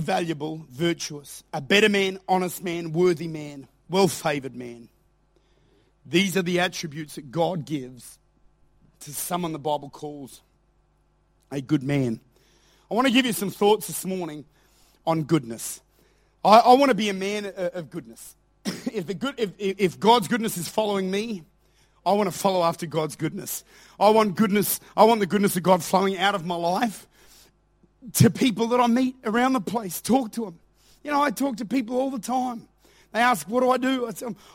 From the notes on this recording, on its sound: Recorded at Lifepoint Church, Adelaide, South Australia.